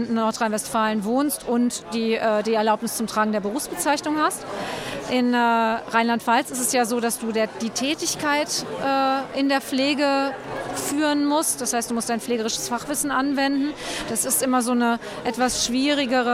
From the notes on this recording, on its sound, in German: Junge Pflege Kongress in Bochum. Wir nehmen euch Live mit auf den Junge Pflege Kongress des DBfK Nordwest in Bochum.